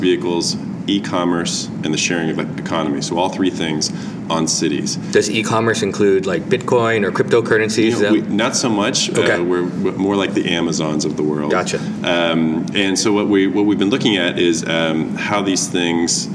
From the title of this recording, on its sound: Live from TRB